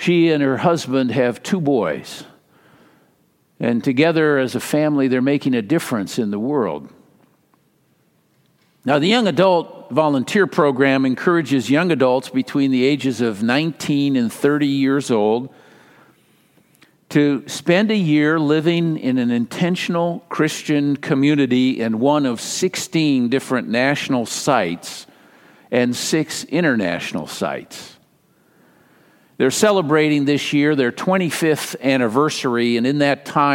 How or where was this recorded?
large echoing room